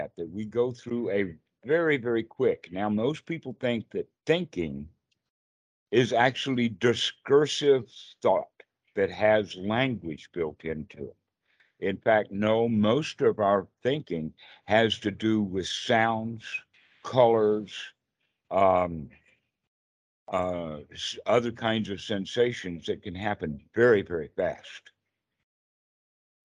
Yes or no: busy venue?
no